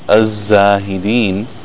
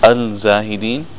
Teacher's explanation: you have the lam, it merged into the zai, and it became completely merged into the zai. · Shown in: first take